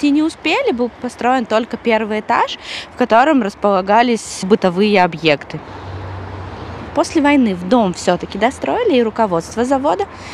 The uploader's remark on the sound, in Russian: Сегодня мы пойдем гулять по-новому. Эту прогулку я записывала, сама гуляя по Уралмашу. То есть вы услышите реальные звуки города.